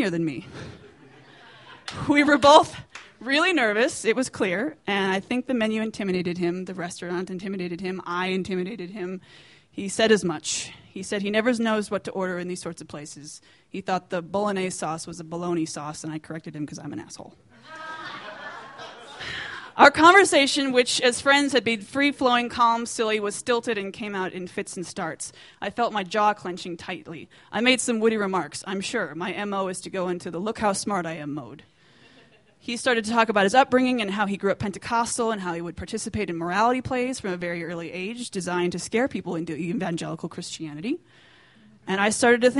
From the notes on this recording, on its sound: These stories were recorded at The Deer Pile